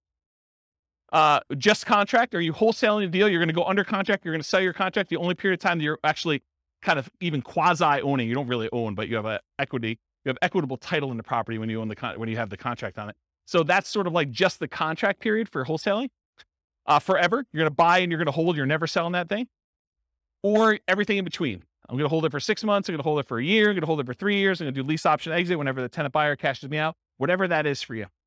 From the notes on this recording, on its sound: This was a live class recorded